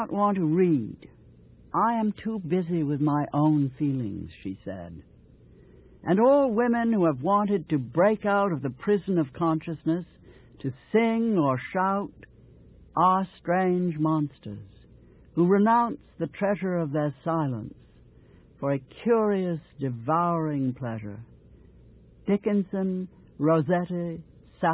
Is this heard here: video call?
no